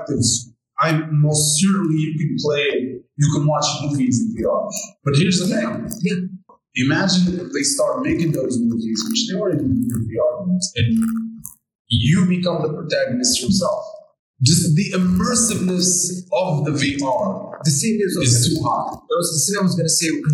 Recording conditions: poor sound quality